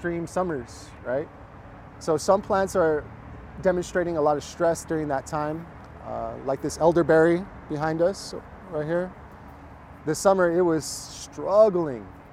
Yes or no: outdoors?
yes